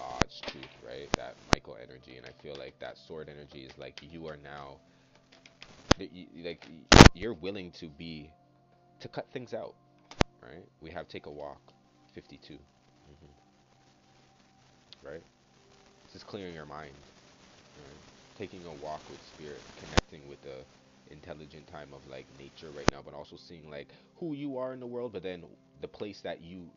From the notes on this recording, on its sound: STATIC- Apologies for the sound